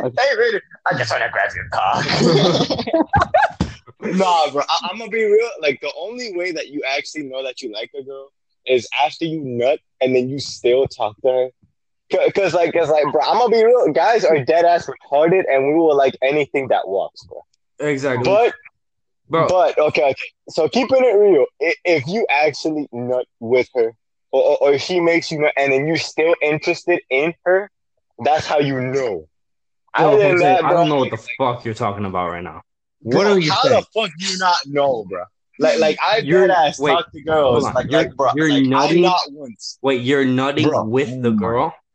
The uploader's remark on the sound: We had sum technical issues